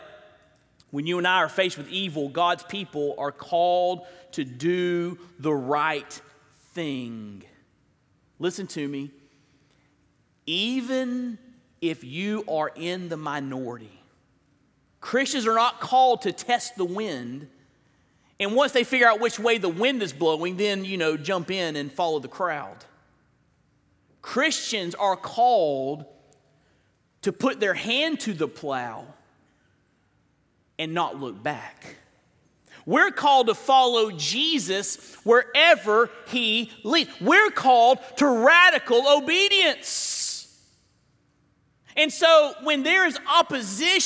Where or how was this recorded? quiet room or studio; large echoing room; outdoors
large echoing room